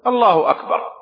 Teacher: the ha on Allah who has a dhamma on it, so it's a short vowel sound, not a long vowel sound.